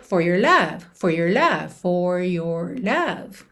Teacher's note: Já quando você estiver falando, é muito comum dizer for your love, for your love, tá? Enrolando mesmo a língua, se sua influência maior for o inglês americano.